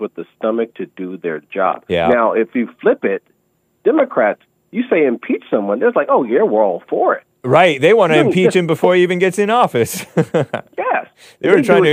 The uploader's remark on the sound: Call-in show!